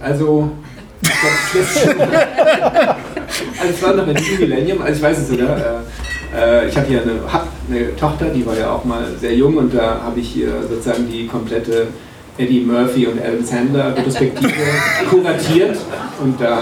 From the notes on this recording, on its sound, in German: Videodrom Live-Talk. Die Wortmeldungen aus dem Publikum wurden aufgrund der mangelhaften Tonqualität stellenweise gekürzt.